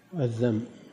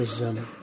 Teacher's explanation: كثيرا ما يخلطون بين الذال والزاي، لأنهم ينطقون الذال زاي